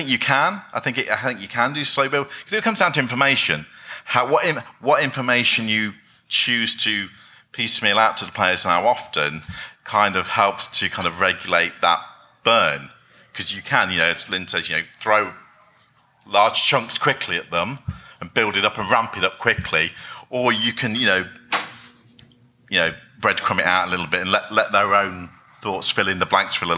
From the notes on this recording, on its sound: We’re back with another special episode we recorded at Necronomicon 2017. This time it’s the Pulp Versus Pure panel that took place on the Friday morning.